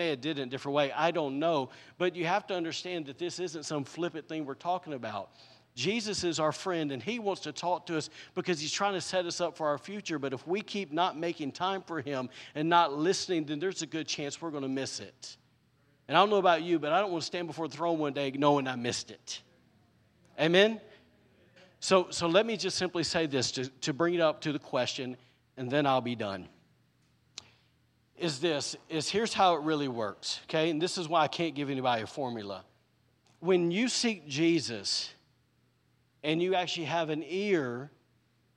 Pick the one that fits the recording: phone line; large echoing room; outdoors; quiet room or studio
large echoing room